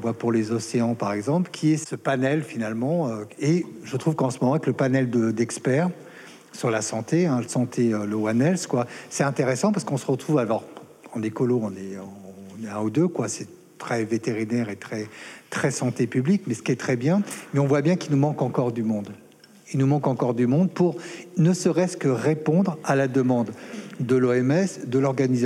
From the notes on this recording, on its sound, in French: Elle s'est déroulée en public en juillet 2022. Prendre racine, l'université d'été de la Grande Muraille verte.